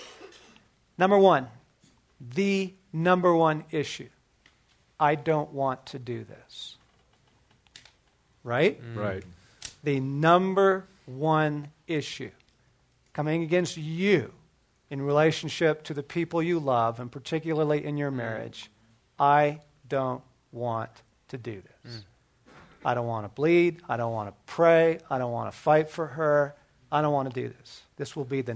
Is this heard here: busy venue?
no